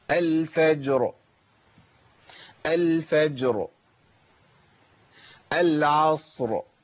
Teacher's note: عايز أخلص الساكنين من بعض. في الحالة دي بنطق الساكنين كلا على حدة، يعني بجيب الساكنين بنطقهم ورا بعض.